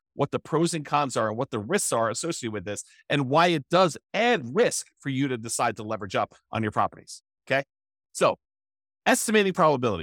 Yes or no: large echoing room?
no